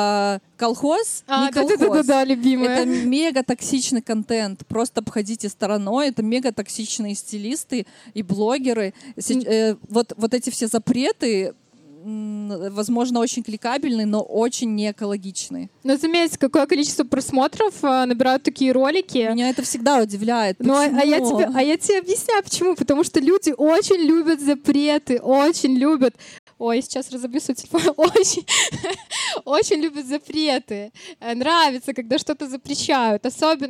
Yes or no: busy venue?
yes